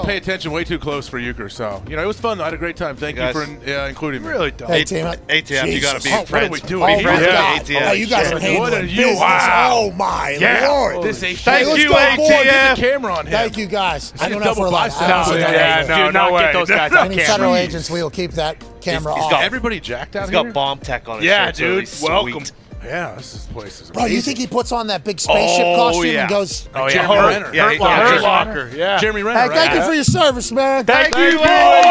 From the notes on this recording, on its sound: LIVE From Radio Row In LA. Live from radio row in Los Angeles.